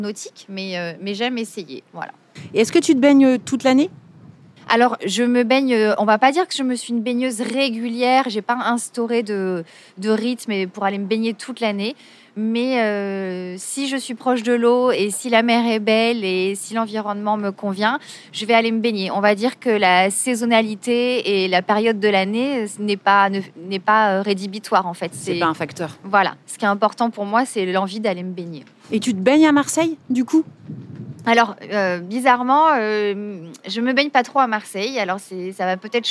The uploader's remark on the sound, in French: On devait enregistrer dans une salle fermée au calme, on s’est retrouvées dehors sous les avions à côté de la plage des Catalans, avec un vent qui faisait voler mes feuilles de papier scribouillées. J’étais persuadée qu’elle ne parlait pas assez proche du micro (alors que bien évidemment c’était parfait)!